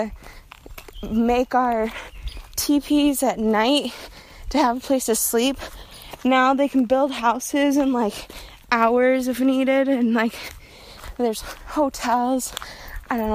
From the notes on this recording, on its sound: I decided to share a recording from a walk I took through the woods a couple months back